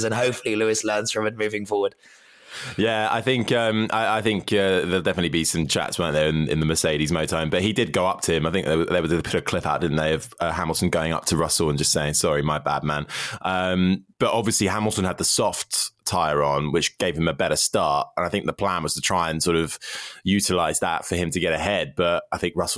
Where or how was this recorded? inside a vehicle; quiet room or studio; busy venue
quiet room or studio